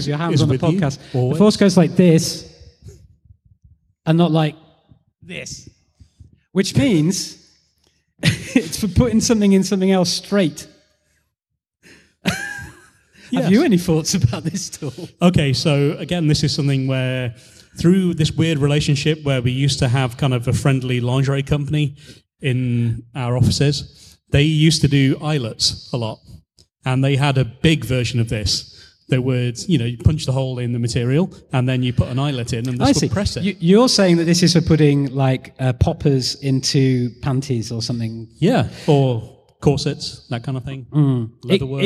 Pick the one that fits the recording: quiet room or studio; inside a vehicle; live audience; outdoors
live audience